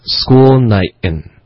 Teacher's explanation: 他把 night 的这个 t 的音给省略了，用了一个类似一个喉音停顿，school nightin。因为 school nightin，对，因为 night 跟 and 连在一起呢，就要发一个 ten 的一个音，然后这就符合到我们曾经学过的喉音停顿，符合，对，所以就是 is it a school night in？